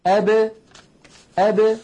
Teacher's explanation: فهذه 5 يا إخوة خالفت القاعدة الأصلية، عند سكونها لا تخرج بالتصادم، يعني الباء إذا كانت ساكنة لا تقول العرب أب هكذا بالتصادم أب، وإنما يقولون أب أب، يعني يخرجونها بالتباعد بين طرفي عضو النطق، هكذا أب أ ب ب، تبتعد الشفتان كأن الحرف متحرك مع كونه ساكن · Term: حروف القلقلة